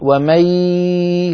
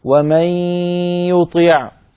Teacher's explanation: نخرج صوتين معا، ياء من الفم وغنة من الخيشوم مع بعض · Shown in: second take · Term: الإدغام بغنة